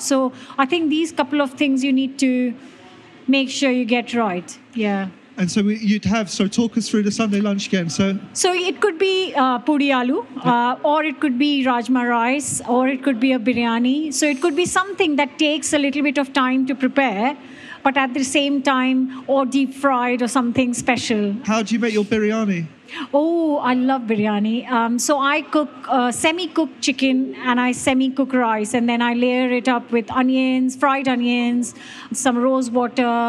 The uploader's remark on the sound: This was recorded at the BBC Good Food Show.